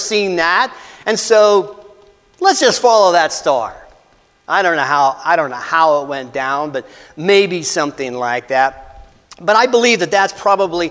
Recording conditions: large echoing room